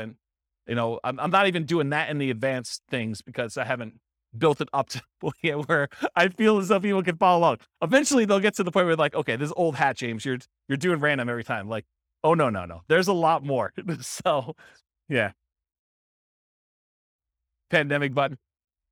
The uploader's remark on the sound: This was a live class recorded